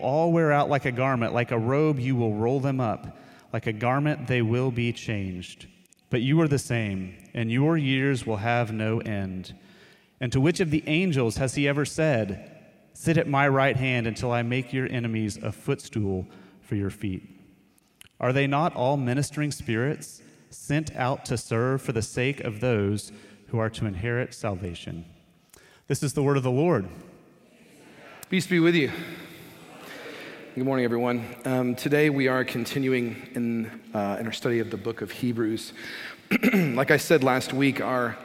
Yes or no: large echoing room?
yes